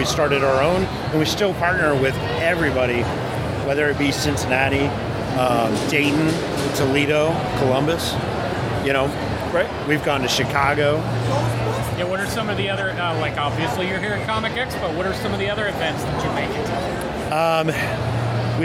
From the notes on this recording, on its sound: Cincinnati Comic Expo 2023. Report from the 2023 Expo floor and bring you some excerpts from a few of the Q&As.